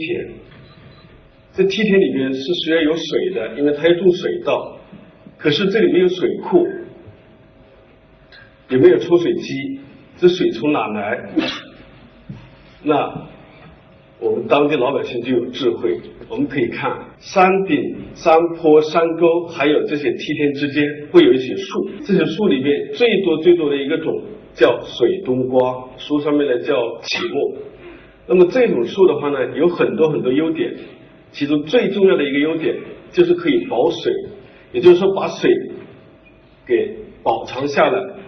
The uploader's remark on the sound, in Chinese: 一席现场分享